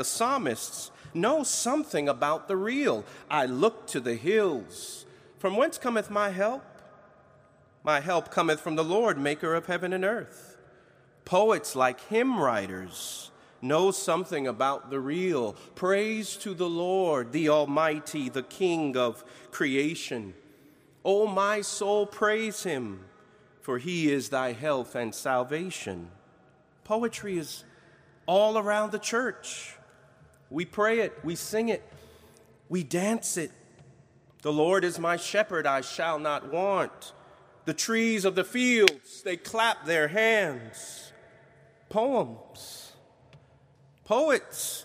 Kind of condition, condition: setting, large echoing room